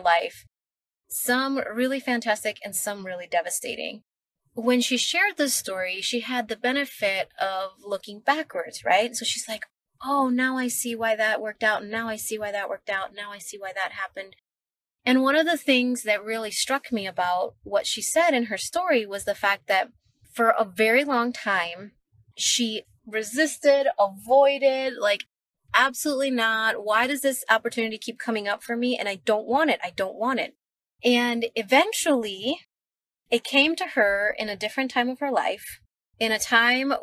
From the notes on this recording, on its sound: I am sitting in my car